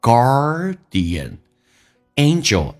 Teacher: 你嘴巴张开不到极限，有点像发澳大利亚的 O 这个发音，然后卷舌叫 R